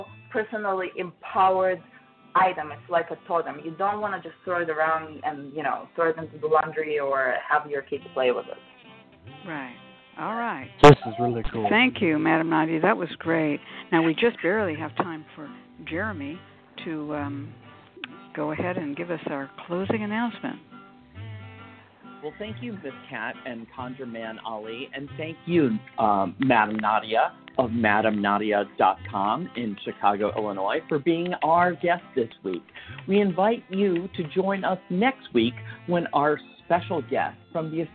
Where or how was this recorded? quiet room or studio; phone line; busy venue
phone line